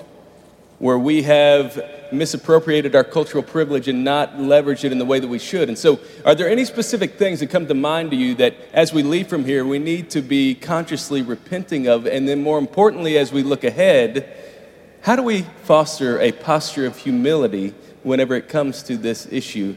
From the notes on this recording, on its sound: at our MLK50 conference